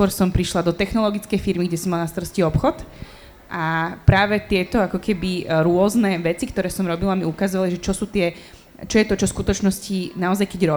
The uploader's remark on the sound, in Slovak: Rozhovor sme nahrávali na festivale Učiaca sa Trnava v októbri 2021.